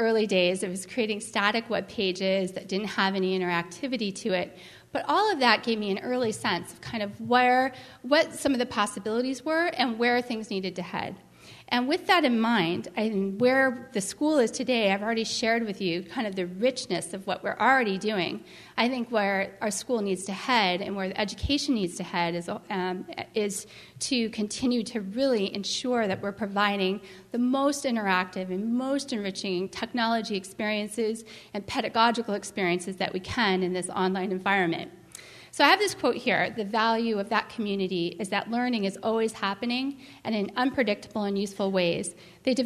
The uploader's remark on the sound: was recorded at the 2010 California Library Association Conference in Sacramento, CA.